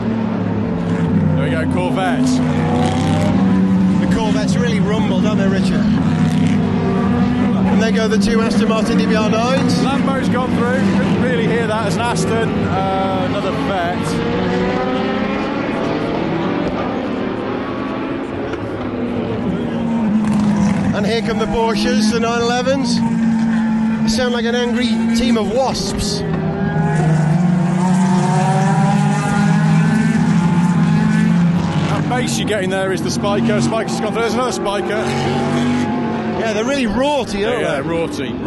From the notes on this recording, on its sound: Stay awake for almost the entire race distance of the 76th running of the Le Mans 24 hours. The atmosphere, sounds and smells trackside from start to finish.